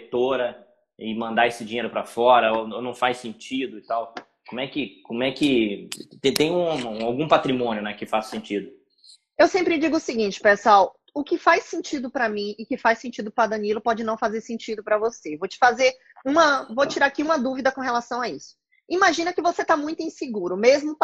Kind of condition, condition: link, video call